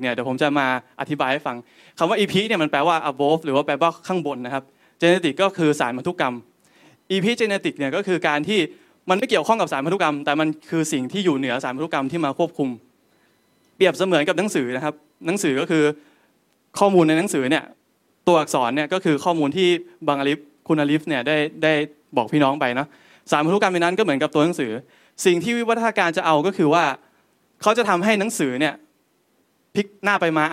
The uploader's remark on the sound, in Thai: เทปบันทึกงาน Assabiqoon Islamic Forum ครั้งที่ 1